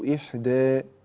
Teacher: في كلمة إحدى هذه الكلمة يقللها ورش رحمه الله في حالة الوقف